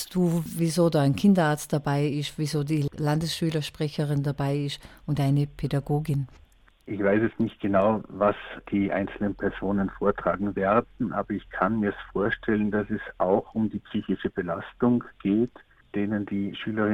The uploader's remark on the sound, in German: Telefoninterview